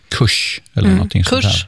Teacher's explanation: Så att också där, så när jag säger då till exempel kurs, på skånska när jag uttalat bakre R och ett S, så blir det kurs eller någonting kurs.